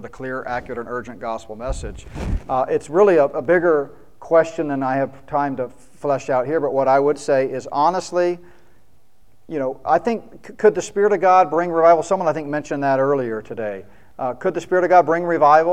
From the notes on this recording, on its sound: spoke at the Mid-America Prophecy Conference in Tulsa, OK.